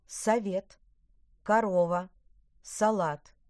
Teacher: А и О в предударном слоге звучат как короткий А.